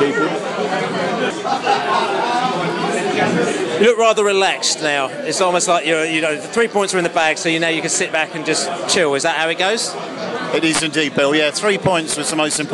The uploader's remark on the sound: post-match podcast from the pub